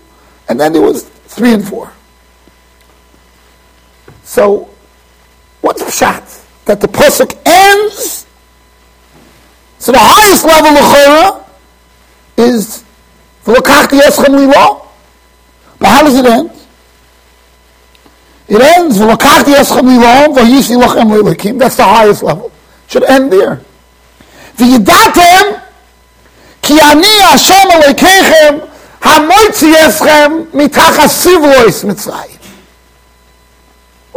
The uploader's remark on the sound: Shiur recorded in Yeshivas Ohr Reuven, Monsey NY.